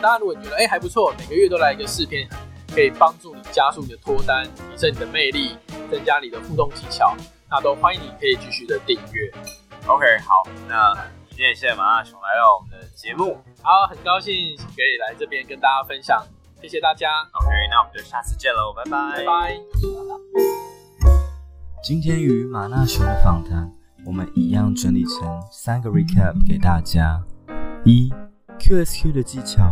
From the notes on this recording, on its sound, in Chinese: 本集音檔為 2019 年錄製，錄製時收錄較多環境雜音，已降噪處理加上背景音樂